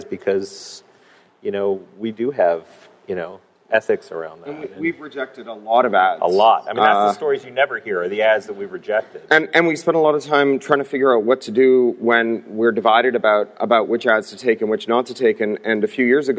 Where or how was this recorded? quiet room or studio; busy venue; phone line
busy venue